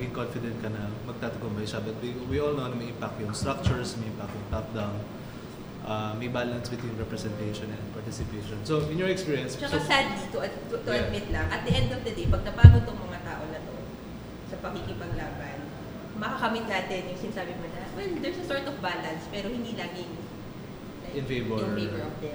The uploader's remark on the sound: What do you get when you let loose a bunch of urban planners and development professionals with mics and alcohol at the Nipa Brew Taproom?